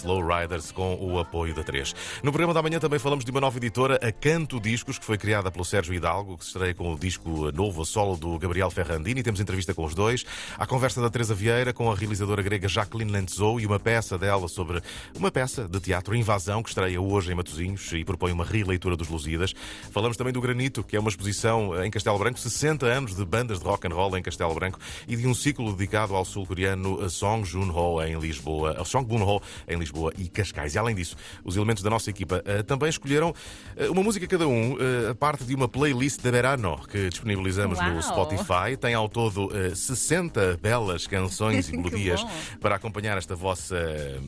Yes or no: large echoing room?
no